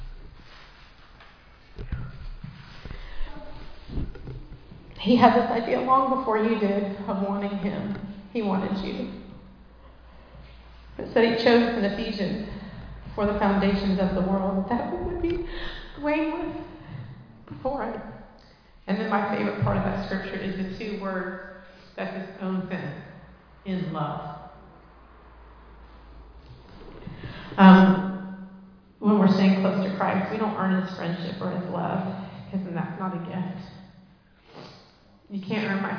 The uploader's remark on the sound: Recorded live in Liberty Church on 25 June 2023